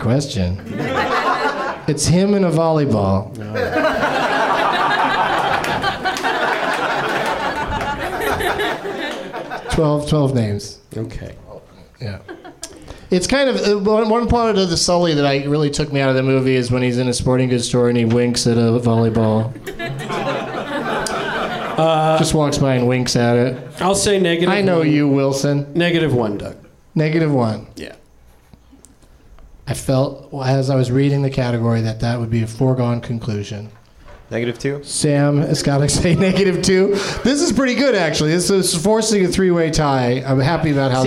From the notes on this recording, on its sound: Live from the NerdMelt Showroom in LA